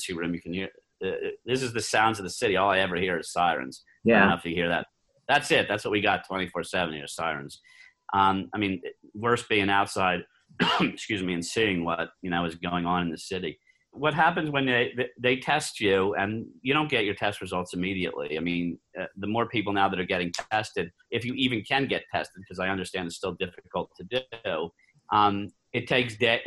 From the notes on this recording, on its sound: via Zoom